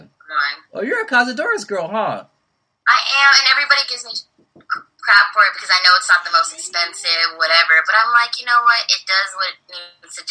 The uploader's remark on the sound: We had some audio issues